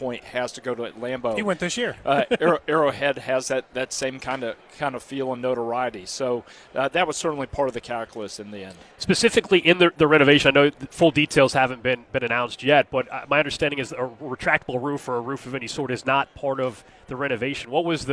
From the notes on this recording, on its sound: live from Radio Row in Las Vegas